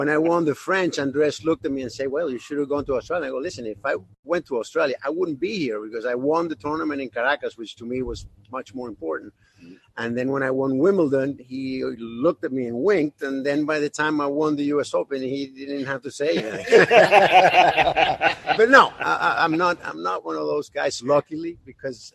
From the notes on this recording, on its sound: Walking the grounds of the Indian Wells Tennis Garden for the 2021 Edition of World Team Tennis